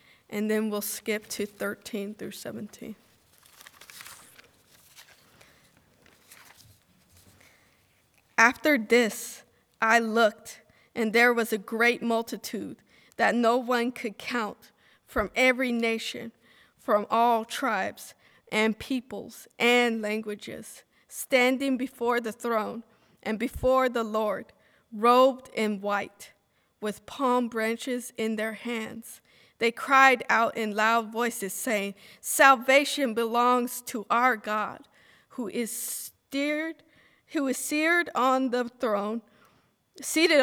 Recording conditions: large echoing room